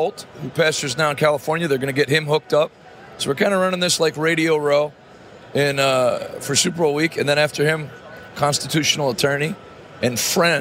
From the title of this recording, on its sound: LIVE from the National Religious Broadcasters Convention in Nashville TN